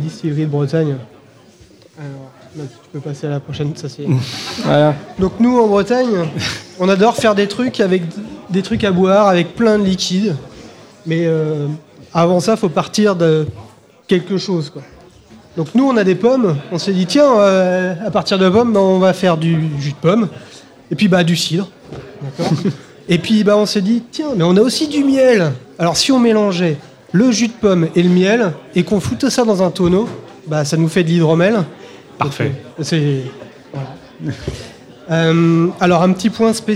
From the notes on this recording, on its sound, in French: A PodRennes 2017. Enregistré en live à PodRennes!